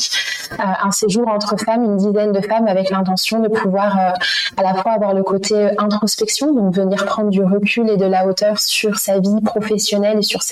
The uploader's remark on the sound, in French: Mon tout 1er épisode avec une invitée enregistré à distance. Je ne suis pas parvenue à gommer l'ensemble des petits bruits parasites.